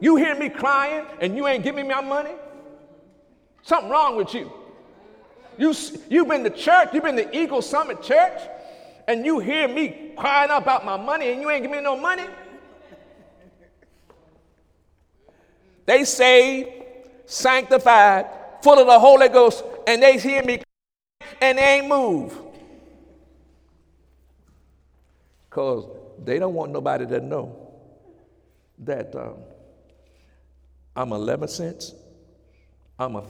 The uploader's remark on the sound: During Sunday morning service on February 26, 2017.